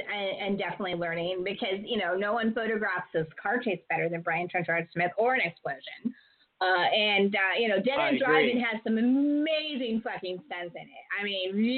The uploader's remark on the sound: ALL EPISODES are RECORDED LIVE, IN LOW FI and can be streamed after airing.